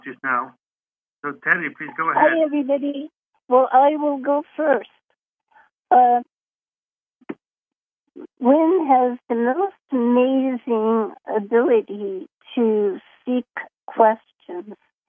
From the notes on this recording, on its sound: Conference Call LIVE